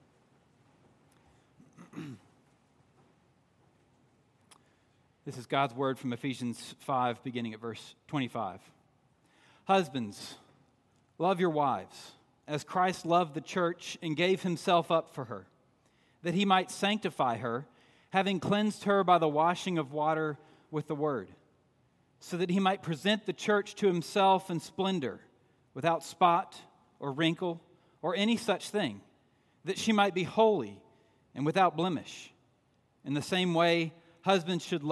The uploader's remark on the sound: At Redeemer Presbyterian Church in Charleston, SC, on Sunday, June 23